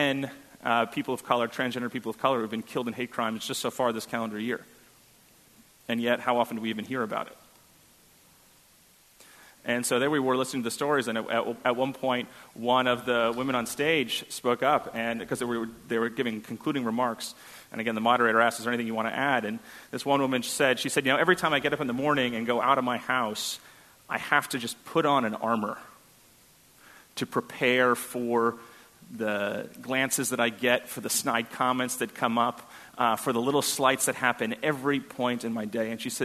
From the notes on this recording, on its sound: on May 14, 2017 at First Congregational Church of Houston.